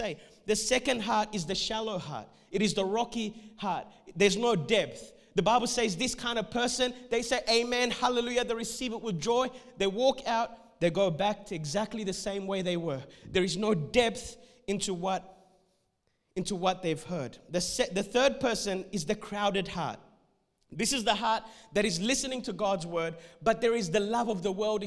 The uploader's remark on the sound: This message was recorded at Revive Church on the 21st of March 2021